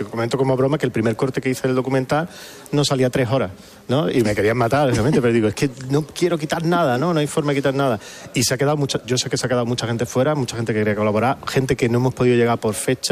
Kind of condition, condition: setting, busy venue